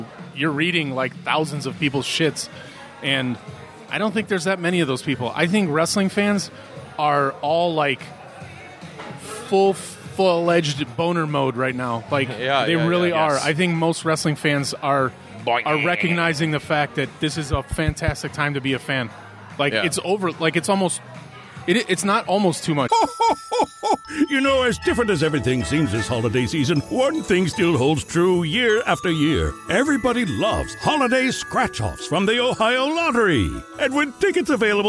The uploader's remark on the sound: coming at you live from Racine, Wisconsin at the Racine Brewing Co.